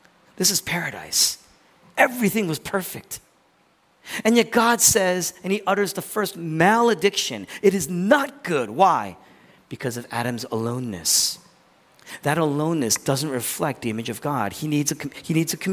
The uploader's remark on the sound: originally preached in East Falls, Philadelphia